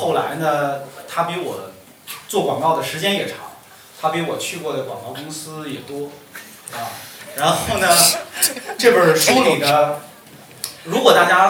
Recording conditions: live audience